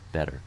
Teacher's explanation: So what the International Phonetic Association calls a tap, and so my tongue very briefly makes contact with my gum ridge and comes back down, and voicing is able to be maintained throughout